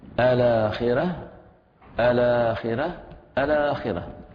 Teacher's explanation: بقراءة البدل بأوجه ثلاثة، بالقصر بحركتين، التوسط أربع حركات، والطول ست حركات · Term: تثليث البدل